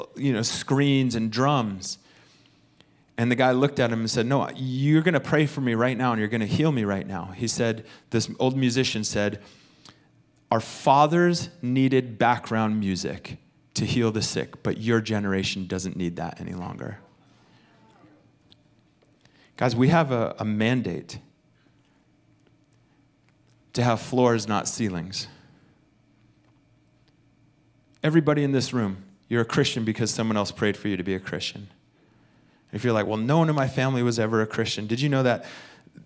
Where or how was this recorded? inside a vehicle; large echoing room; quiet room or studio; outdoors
large echoing room